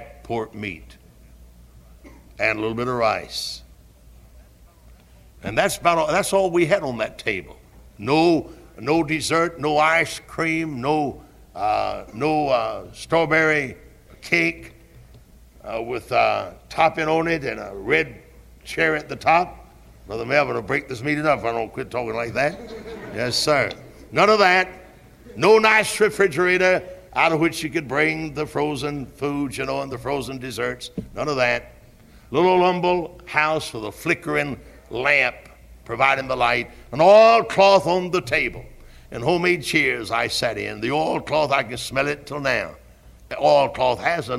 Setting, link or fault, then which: setting, large echoing room